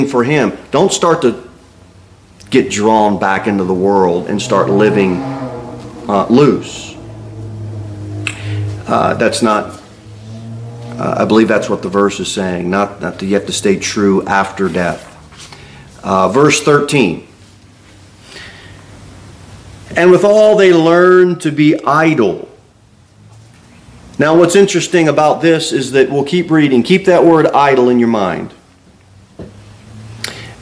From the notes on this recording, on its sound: Sermon delivered at Pilgrim Baptist Church